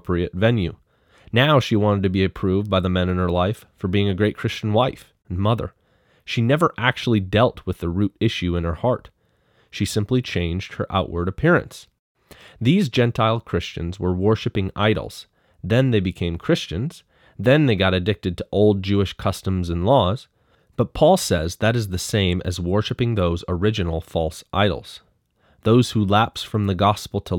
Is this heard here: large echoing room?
no